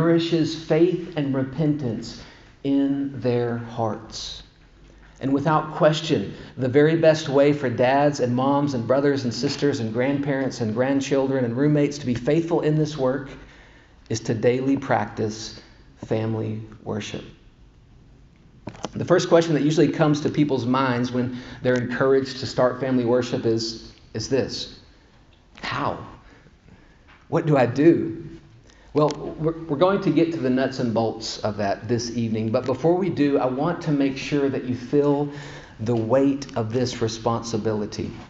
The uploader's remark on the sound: The first session of a four-part series delivered at Grace Bible Church of Conway in December of 2021.